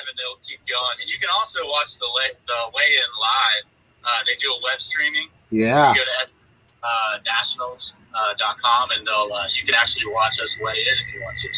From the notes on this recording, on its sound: Pierce, FL. On the phone.